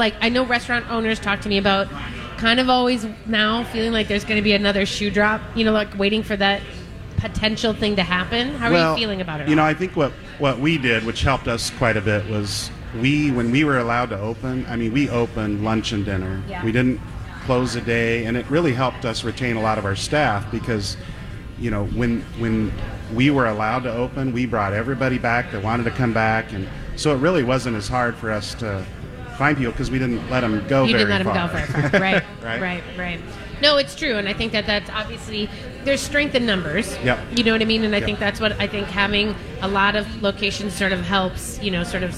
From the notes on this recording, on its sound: Live from Mallards! Broadcast live from Mallards Restaurant and Lounge in Bloomington!